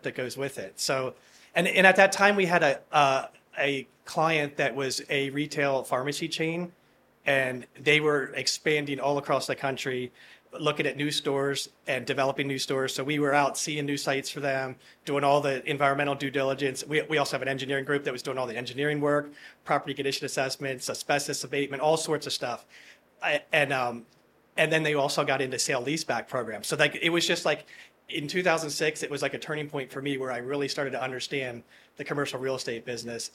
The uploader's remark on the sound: Live from ICSC ReCon 2023. The Crexi team visited ICSC ReCon LIVE in Las Vegas from the floor of the convention center at the NNN Pro Group’s booth.